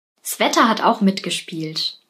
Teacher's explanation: Wir würden nicht S sagen, sondern SW. Swetter. Es klingt so wie ein Wort.